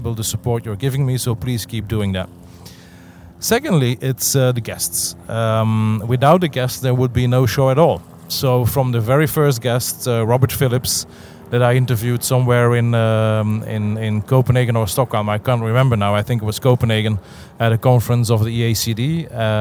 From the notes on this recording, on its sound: Although I am on holiday. I brought my iPhone and my add-on microphone and recorded this episode while sitting on the dock of the bay.